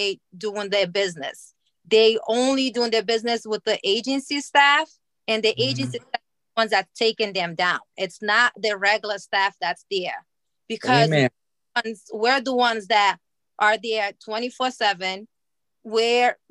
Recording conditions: video call